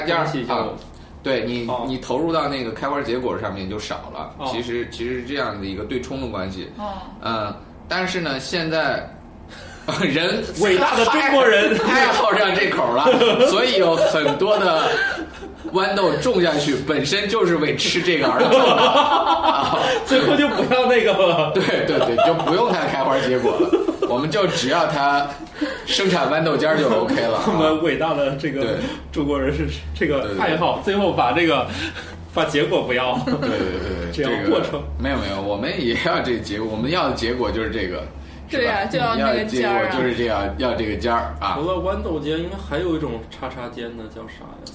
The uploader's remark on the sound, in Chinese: 本期节目为在张大妈办公区用录音笔录制，可能有街道上的杂音，请见谅。